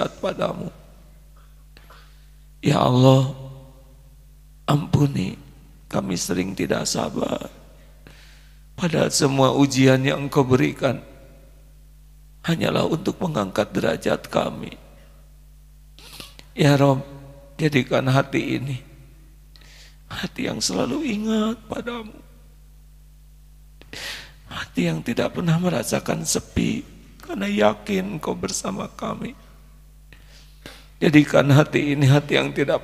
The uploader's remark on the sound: live dari Masjid Daarut Tauhid Bandung